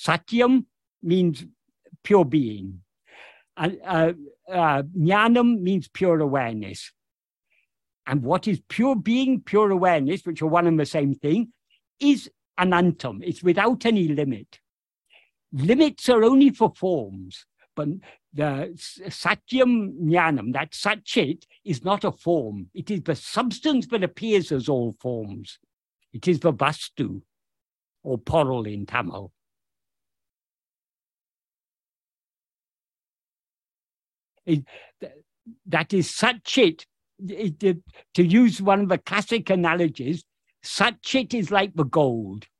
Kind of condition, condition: link, video call